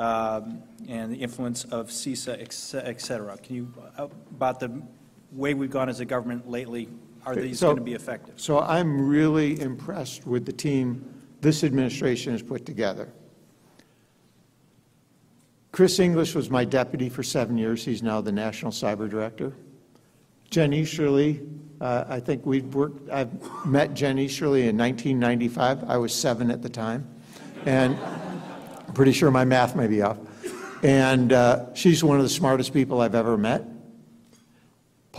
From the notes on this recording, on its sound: Gave the keynote address at The Institute of World Politics' 30th (+1!) Anniversary Gala on October 27th at the Mayflower Hotel.